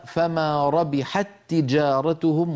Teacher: هنا التقى في اللفظ تاءان، فالأولى ساكنة والثانية متحركة فأدغمنا التاء في التاء · Term: الإدغام